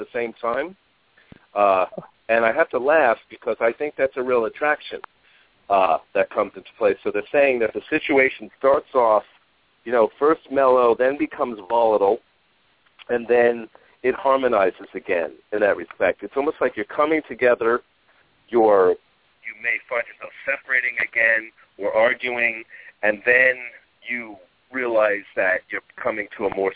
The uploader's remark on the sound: We will also open the phone lines today about halfway through the 45 minute show.